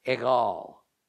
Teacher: Thus, in Ugarit, before it transformed into one strand of it, became formed into Hebrew, a standard word in their language was egal, which meant large house, and was therefore at times used to mean a temple. A G was pronounced with a very guttural sound, a sound that comes deep from your throat. So it's easy to see the transition from the Ugarit egal to the Hebrew ekal, particularly when we understand that in biblical Hebrew, the H sound is barely audible, almost silent.